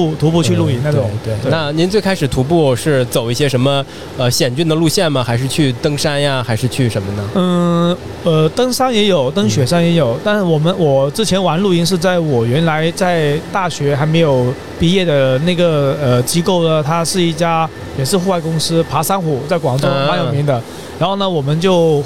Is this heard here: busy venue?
yes